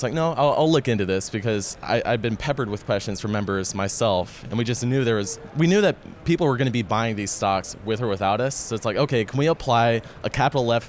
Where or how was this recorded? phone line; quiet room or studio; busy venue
busy venue